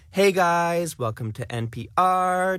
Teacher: It has that up talk. It has the rising tone. · Term: lifestyle influencer accent